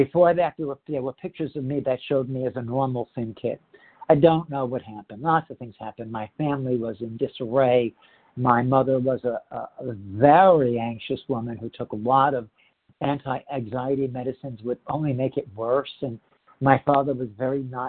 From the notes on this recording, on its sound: the 100 Pounders Phone Meeting on 10/9/20